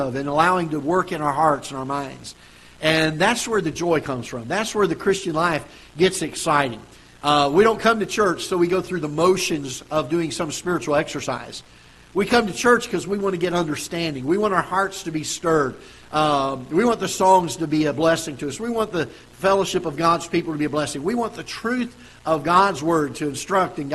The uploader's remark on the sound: Ketha Heights Baptist Church ~ Live Broadcast